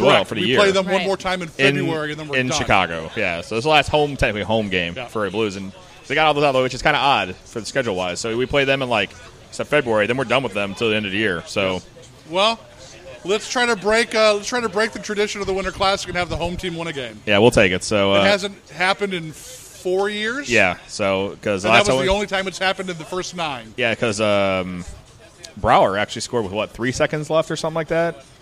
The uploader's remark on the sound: Live at The Winter Classic Part 2. Part 2 of our live broadcast outside Busch Stadium.